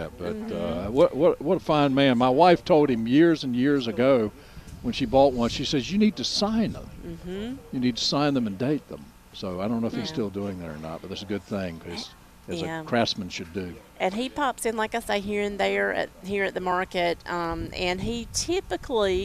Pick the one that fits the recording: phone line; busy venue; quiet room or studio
busy venue